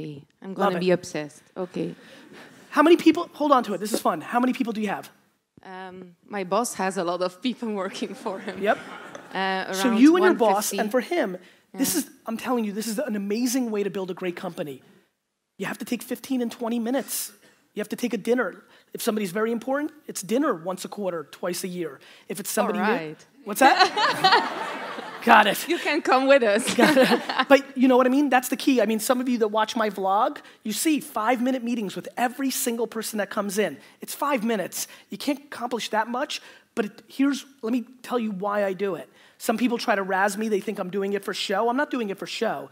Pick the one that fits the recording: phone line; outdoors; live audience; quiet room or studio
live audience